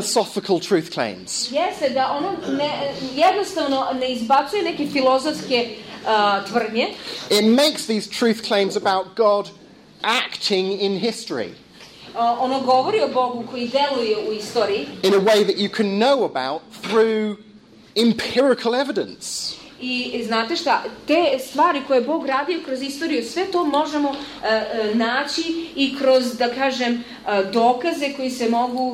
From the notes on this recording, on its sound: Lecture and discussion at Montenegro University in Niksic, November 2012.